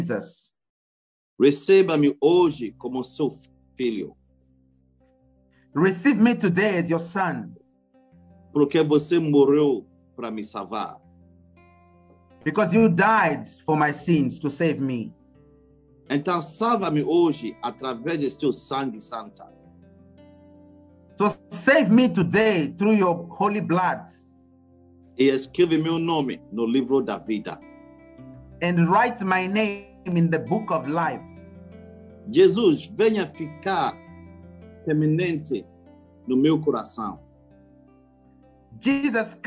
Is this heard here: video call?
yes